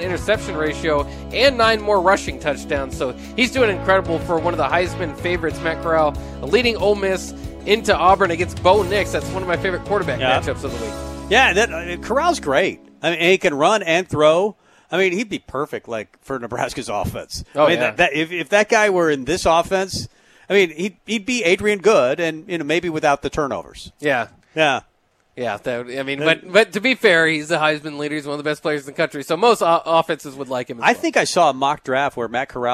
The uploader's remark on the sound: Tailgate Tuesday live from Chick-Fil-A